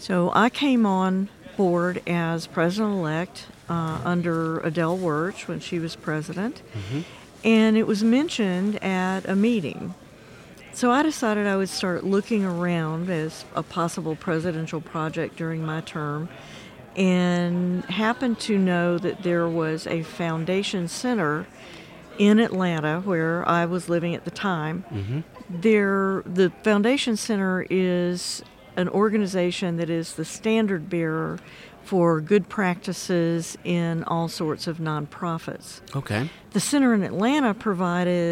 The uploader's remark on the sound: Live From ASET 2023!